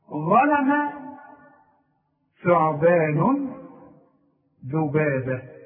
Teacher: عندنا ثلاث حروف بنطلع فيهم لساننا، ولازم تطلع لسانك في الحروف الثلاثة دول